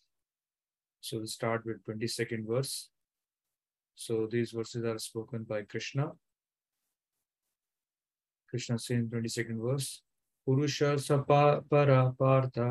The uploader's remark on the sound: Zoom recorded class